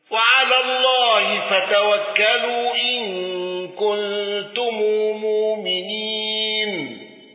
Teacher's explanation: قالون بقصر المنفصل وصلة ميم الجمع واندرج معه ابن كثير